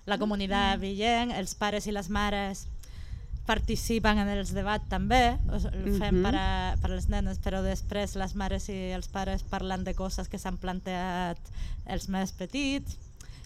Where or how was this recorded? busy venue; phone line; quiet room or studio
busy venue